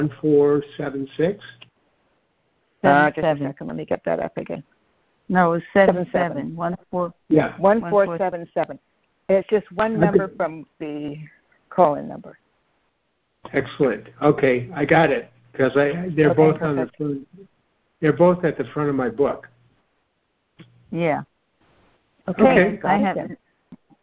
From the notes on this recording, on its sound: joining together on a Free Conference Call